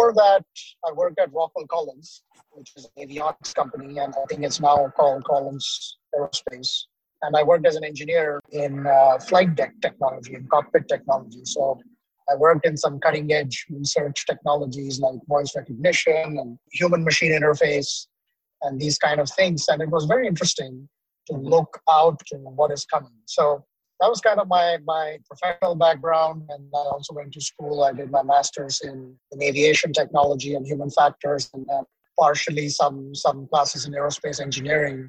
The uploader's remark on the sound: despite some technical difficulties, we recorded it on mobile during a car trip